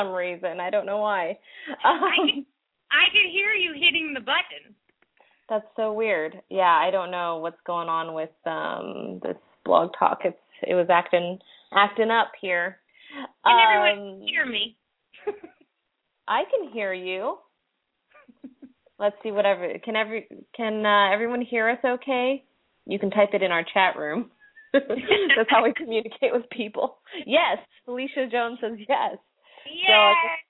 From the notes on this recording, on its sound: open up the lines for listeners to call